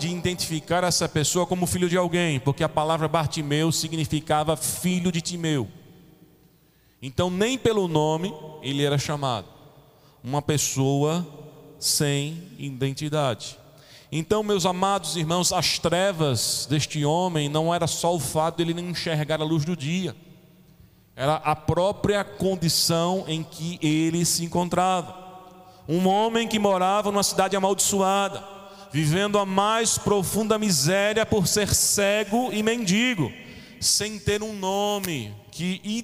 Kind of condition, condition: setting, large echoing room